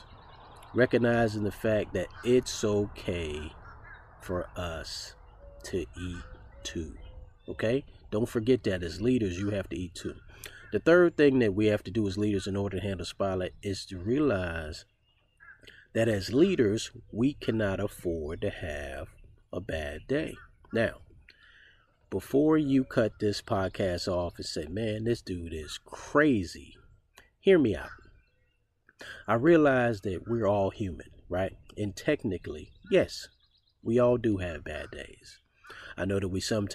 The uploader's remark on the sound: With the sounds of spring in the background